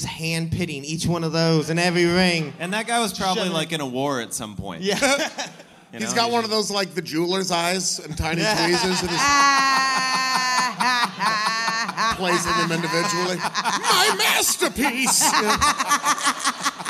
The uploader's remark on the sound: Live and Hungover at Bridgetown. It's the first live All Fantasy Everything. It IS live as hell.